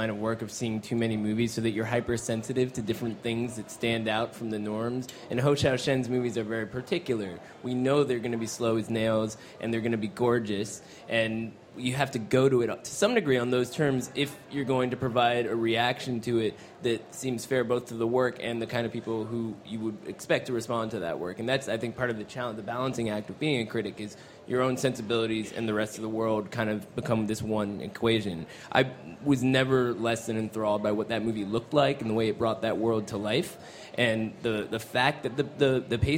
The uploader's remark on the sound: Live from the 2015 Cannes Film Festival